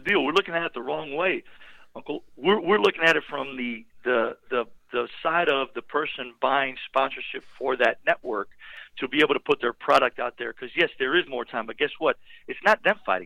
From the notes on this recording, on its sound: LIVE on the Back In Action Hotline